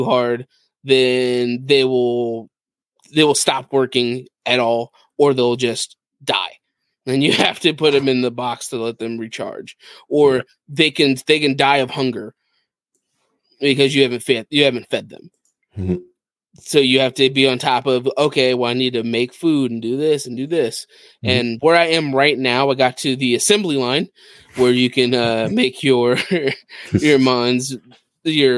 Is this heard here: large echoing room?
no